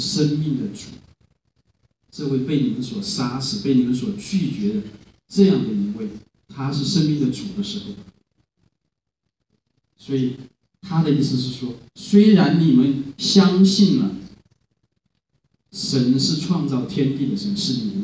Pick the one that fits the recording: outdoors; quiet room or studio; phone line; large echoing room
large echoing room